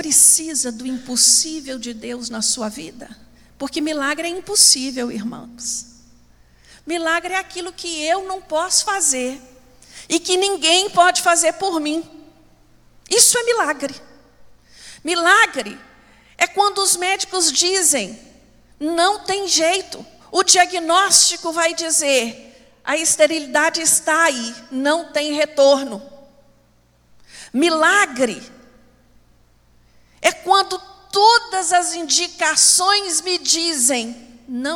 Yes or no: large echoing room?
yes